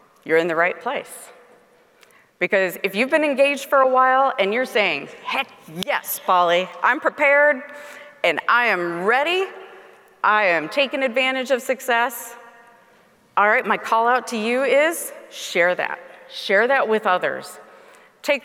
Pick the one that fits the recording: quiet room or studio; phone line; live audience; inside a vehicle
live audience